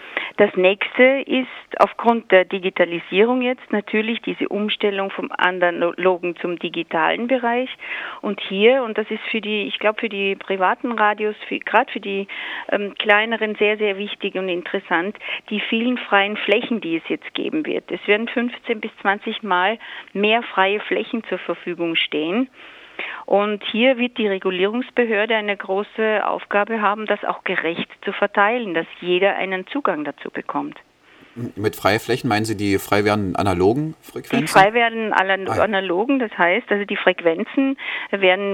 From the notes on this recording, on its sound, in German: Radio Corax begrüßte am Telefon eine Frau.